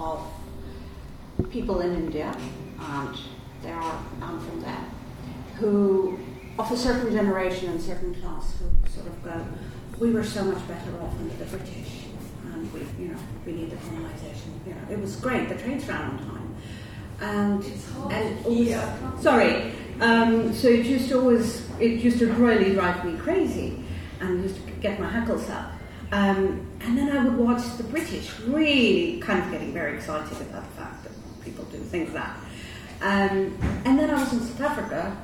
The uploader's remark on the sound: a sold out crowd at Sutton House in Hackney, London